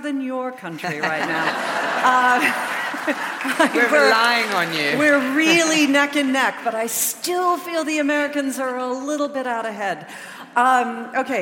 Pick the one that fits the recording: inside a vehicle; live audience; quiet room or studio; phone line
live audience